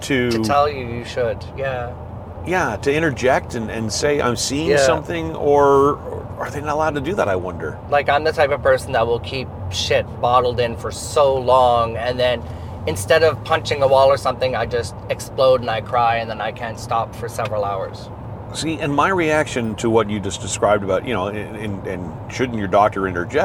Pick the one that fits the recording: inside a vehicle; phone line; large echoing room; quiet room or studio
inside a vehicle